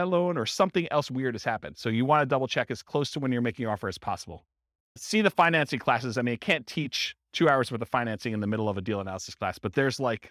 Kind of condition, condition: setting, live audience